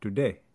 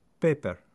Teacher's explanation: The A diphthong in the vowel face is often shortened and approximated to something closer to E.